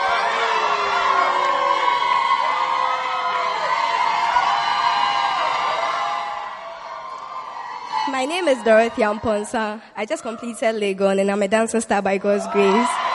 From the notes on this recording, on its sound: Preached at the First Love Gathering Service.